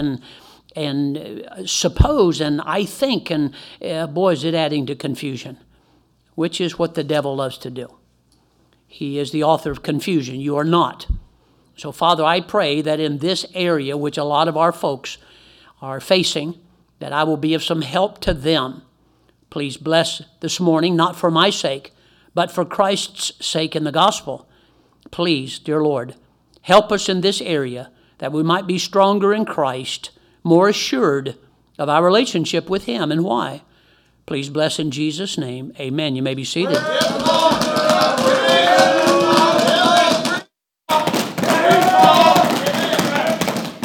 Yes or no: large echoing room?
yes